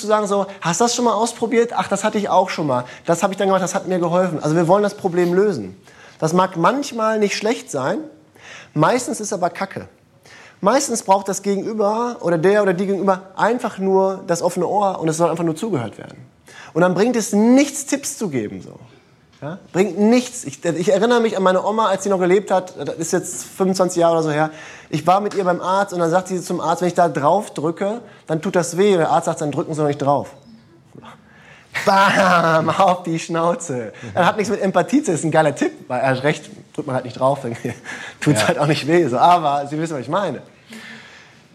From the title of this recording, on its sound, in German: Live im Uniseminar